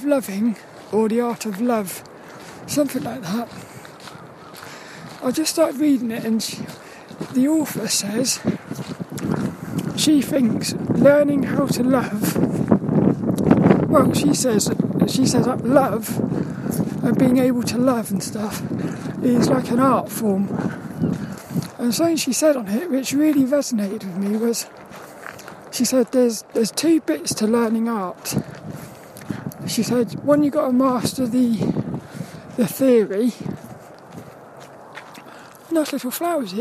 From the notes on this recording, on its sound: A Walk and Talk around Saltrum, the local woods. It was so cold and windy today.